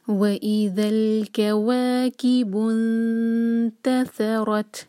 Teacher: تا پر سکون ہے تو تا پر ہمز یعنی کہ ہم نے سانس کو جاری رکھنا ہے